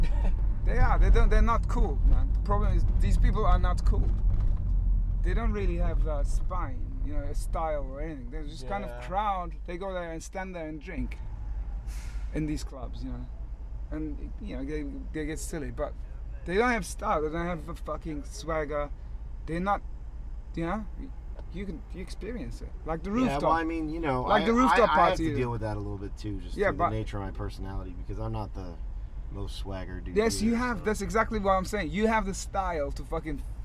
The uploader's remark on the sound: New Vague City presents a conversation between 3 heads in transit, in the middle of the night. Was driving a cab that night.